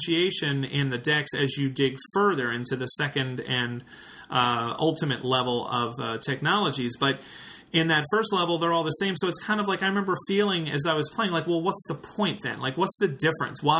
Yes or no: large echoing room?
no